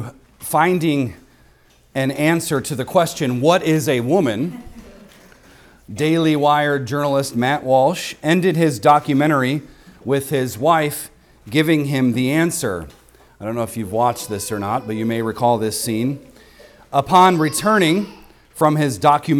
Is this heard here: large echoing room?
yes